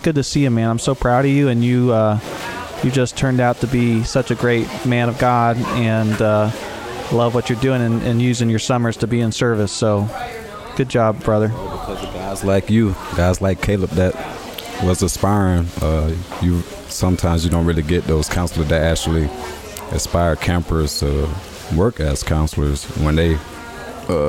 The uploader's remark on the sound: On this episode, come along for an epic journey to four Salvation Army camps as they gear up for the summer! Featuring interviews with staff and audio from camp in action.